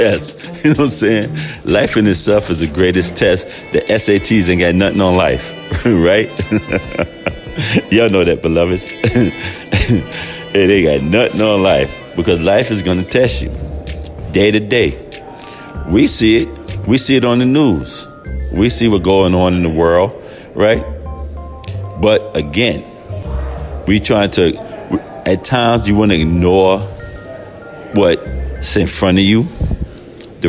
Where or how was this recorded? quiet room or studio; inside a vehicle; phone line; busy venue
busy venue